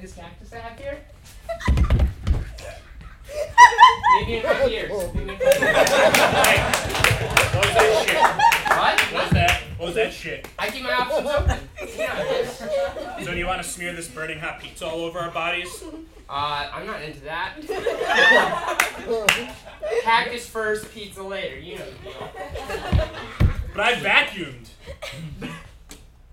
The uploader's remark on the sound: Two actors perform four 60-second scenes, each taking place at different points in time, based on suggestions from the audience! Pity Applause performs live improv comedy every other Friday in Brooklyn, NY!